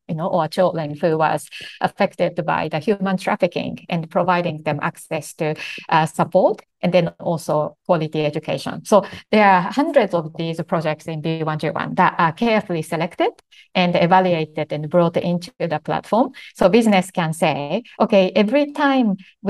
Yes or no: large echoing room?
no